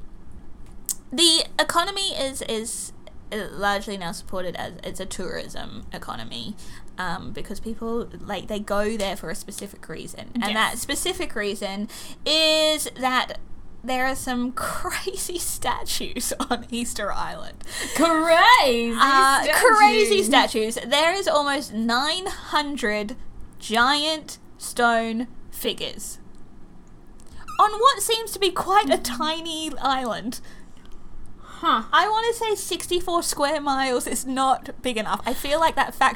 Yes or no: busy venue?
no